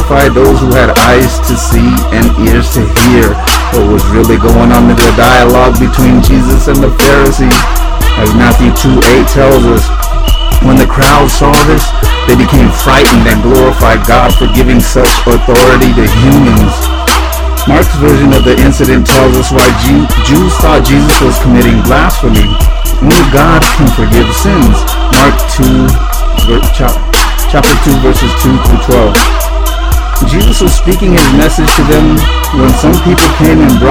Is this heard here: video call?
no